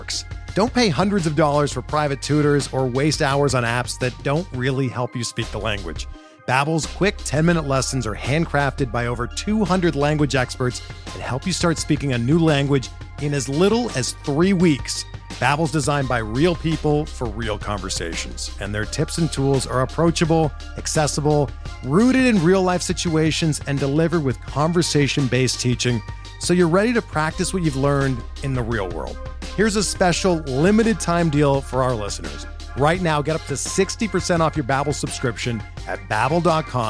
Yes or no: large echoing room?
no